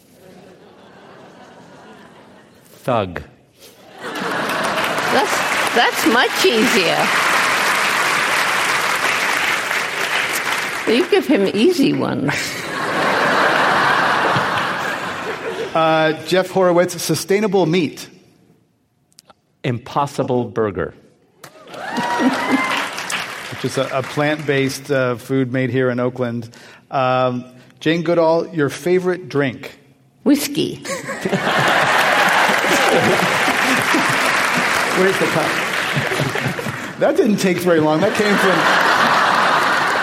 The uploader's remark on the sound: This program was recorded in front of a live audience at the Commonwealth Club of California on April 3, 2017.